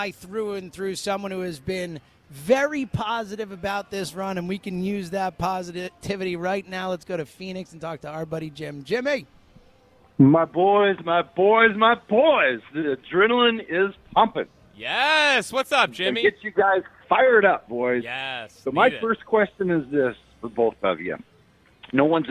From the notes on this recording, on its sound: live from Parx Casino